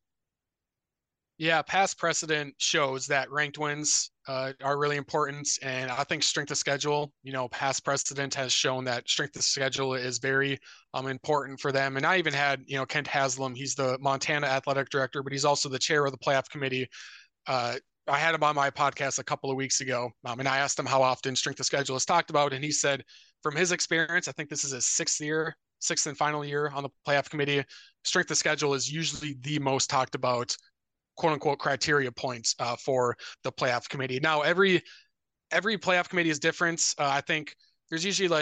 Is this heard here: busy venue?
no